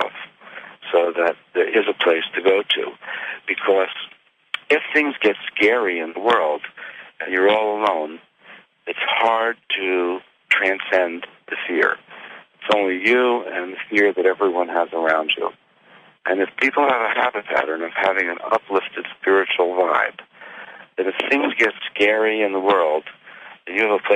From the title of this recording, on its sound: Conference Call LIVE, February 28, 2022